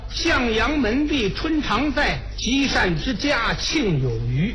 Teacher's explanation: 韵白就是把每一个字都要拉长